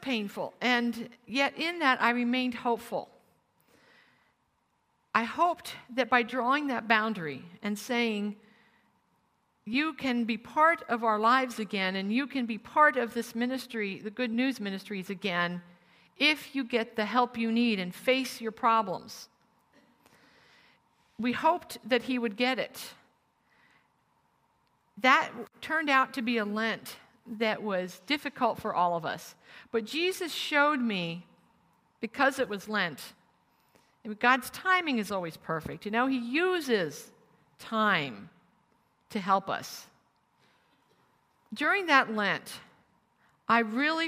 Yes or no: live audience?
yes